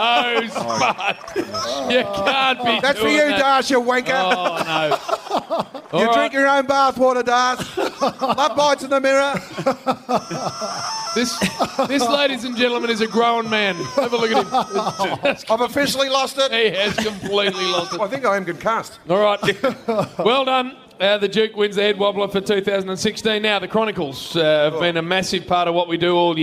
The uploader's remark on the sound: The grand final edition of the Saturday Rub live on site at the MCG.